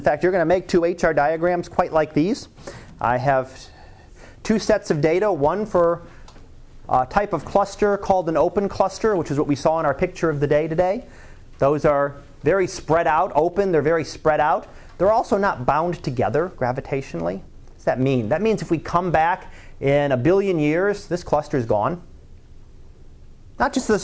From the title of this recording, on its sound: Live Class Lecture